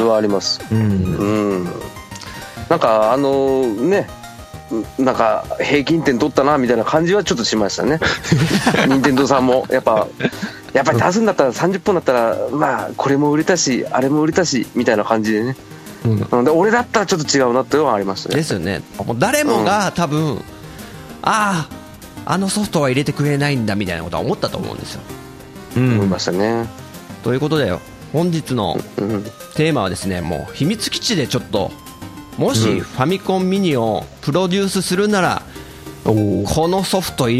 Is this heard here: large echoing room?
no